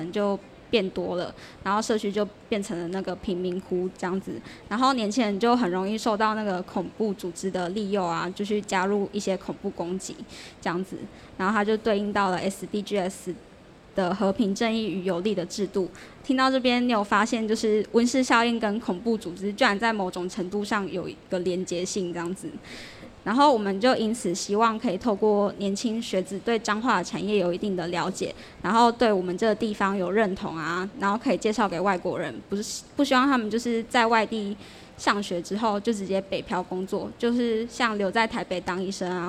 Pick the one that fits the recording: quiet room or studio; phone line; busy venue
busy venue